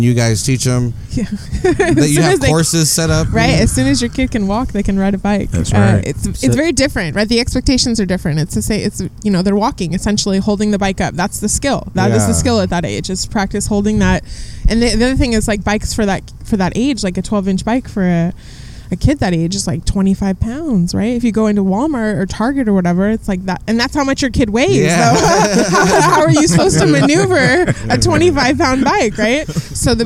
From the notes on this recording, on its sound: This conversation was recorded outside the Steinbeck Center on a sunny Sunday afternoon.